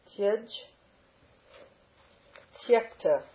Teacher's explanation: an example of the ja, a palatal going to ka